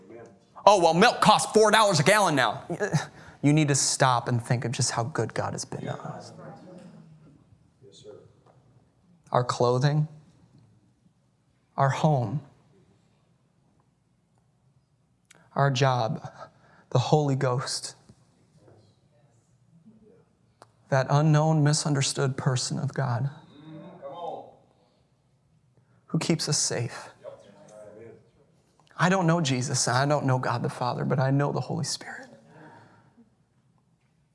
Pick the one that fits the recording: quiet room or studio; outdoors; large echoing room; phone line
large echoing room